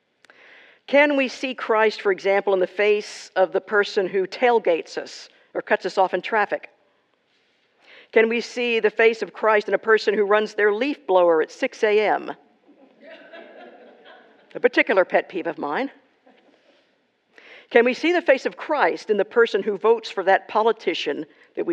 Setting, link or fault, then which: setting, large echoing room